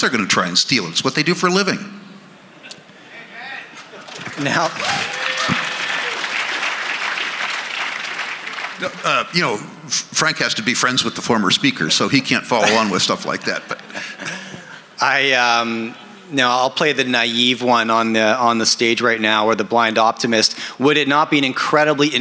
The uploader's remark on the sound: At the Vancouver Resource Investment Conference by a panel of legends.